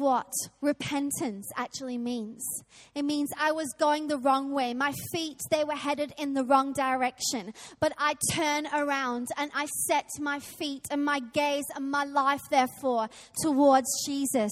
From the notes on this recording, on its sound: Recorded live at Life Church